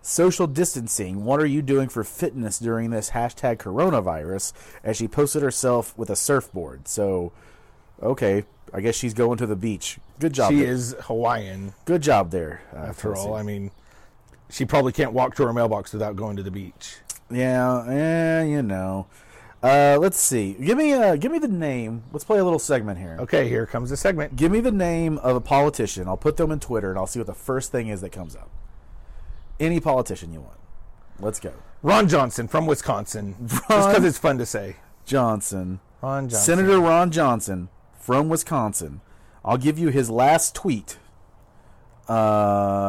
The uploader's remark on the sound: They’re out on the patio today talking politics! The audio quality is a bit lower than normal due to the outdoor recording.